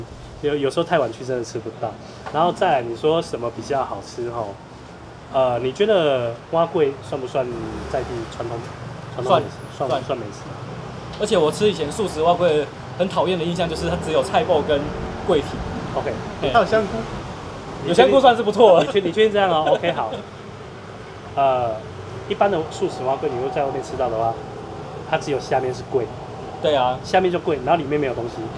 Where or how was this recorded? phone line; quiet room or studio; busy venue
busy venue